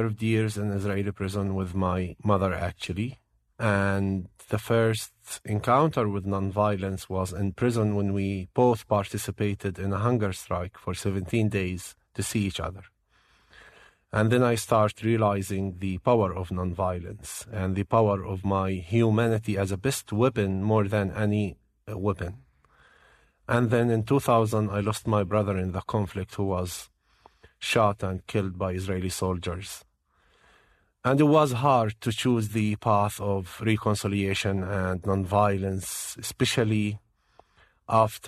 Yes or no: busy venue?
no